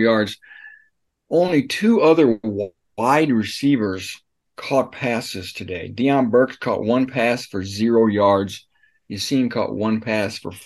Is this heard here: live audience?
no